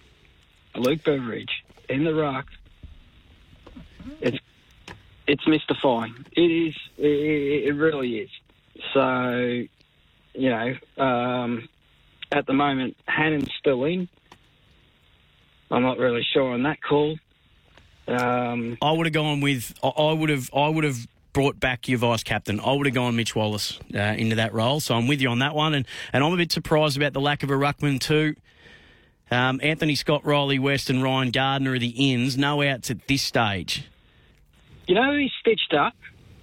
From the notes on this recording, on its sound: opens the phone lines in this edition, with plenty of calls